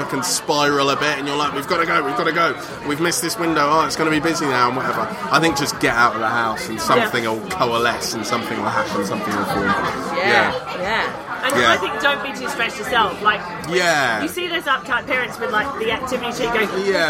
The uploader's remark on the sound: This episode was recorded at MEATliquor, who supplied all the food and lovely cocktails. We went to the East Dulwich branch because we're lazy.